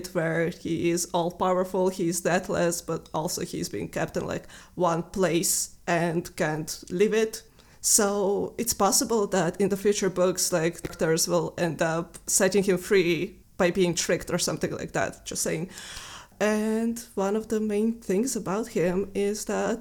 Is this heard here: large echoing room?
no